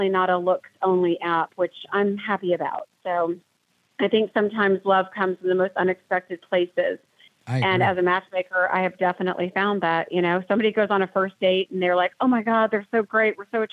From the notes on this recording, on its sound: we take your calls in open phones across America.